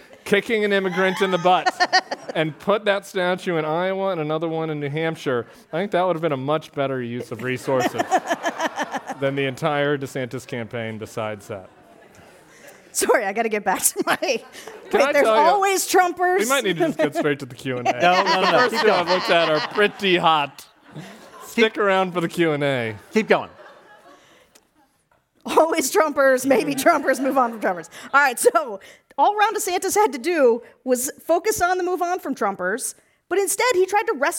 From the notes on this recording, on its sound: Live from San Francisco! Took San Francisco by storm on Thursday night for a live event!